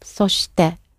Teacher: it has this te at the end, which goes slightly up